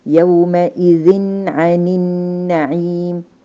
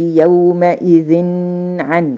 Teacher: كده حظهرها حظهر النون بتاعت التنوين فتنطق هكذا يومئذ عن النعيم فأنا أظهرت النون وبرضه ما طولتش زمانها · Shown in: first take · Term: إظهار حلقي